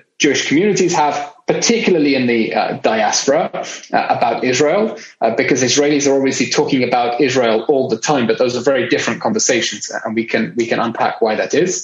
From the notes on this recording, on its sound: international Zoom session